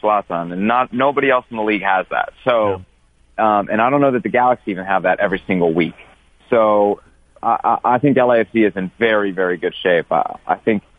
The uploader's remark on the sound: Called. Calls.